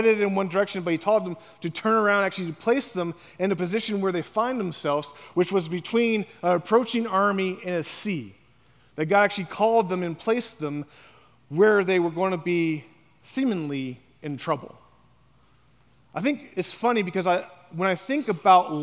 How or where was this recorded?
large echoing room